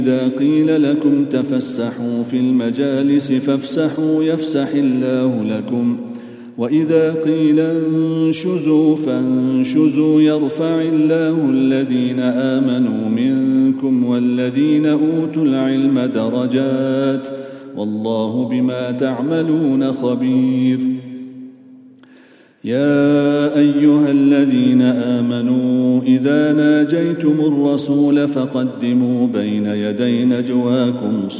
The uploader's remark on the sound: at the Houghton Masjid (West Street)